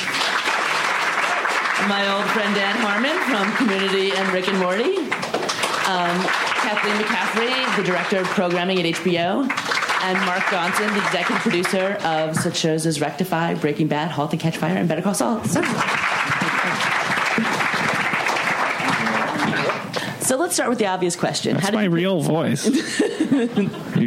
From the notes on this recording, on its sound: What's Your Pitch? panel from ATX. Recorded at ATX Television Fest in June 2015.